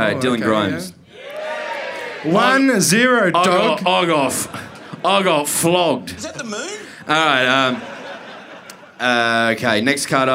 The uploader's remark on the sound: Live From The Corner Hotel Melbourne